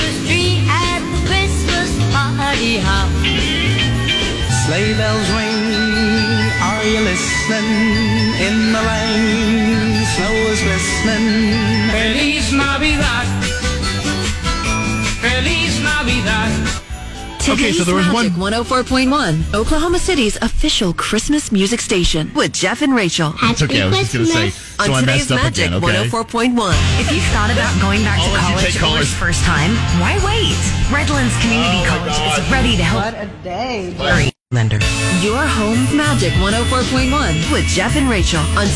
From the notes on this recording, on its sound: our show LIVE at Dunkin!